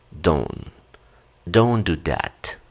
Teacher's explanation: Aunque veas que el don tiene hasta la T, ya no se pronuncia. Los nativos normalmente pronuncian hasta la N cuando lo hacen de manera natural.